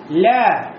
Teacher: Алиф произносится без каких-либо помех на чистом дыхании. То есть мы выдыхаем углекислый газ, и получается у нас алиф.